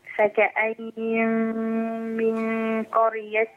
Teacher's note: أنا عندي هنا غنتين ورا بعض في أربع حركات